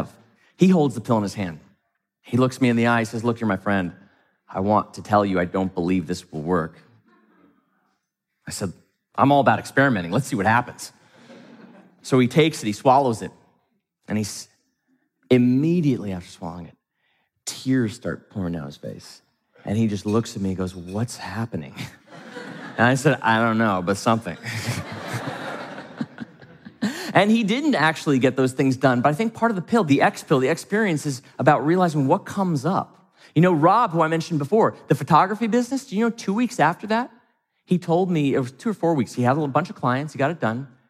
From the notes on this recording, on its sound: from the stage of Mindvalley’s A-Fest